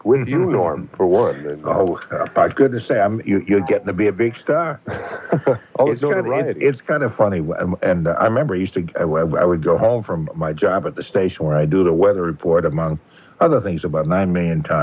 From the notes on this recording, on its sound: I'm on the phone